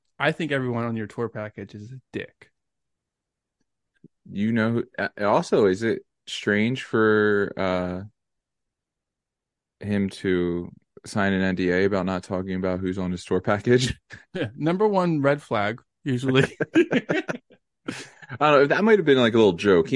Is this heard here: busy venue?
no